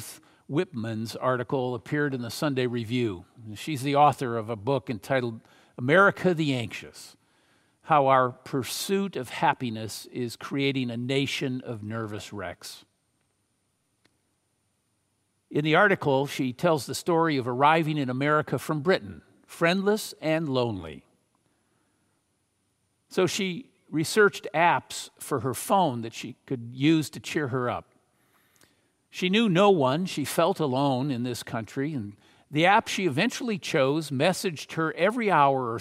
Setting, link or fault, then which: setting, large echoing room